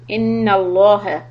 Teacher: And lam on lafza jalala is going to be heavy.